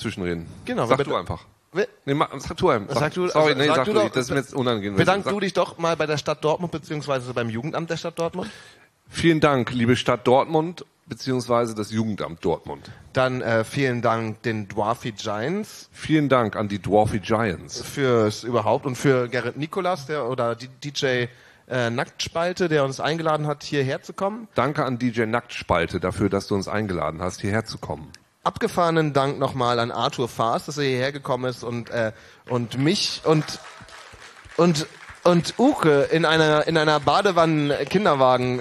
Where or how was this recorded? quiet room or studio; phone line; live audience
live audience